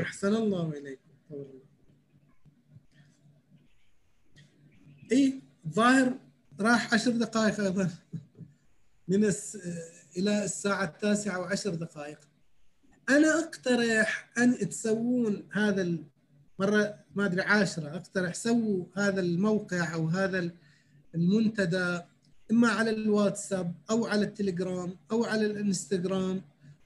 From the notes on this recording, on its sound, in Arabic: و يتم تسجيلها كل ليلة أربعاء على برنامج الزوم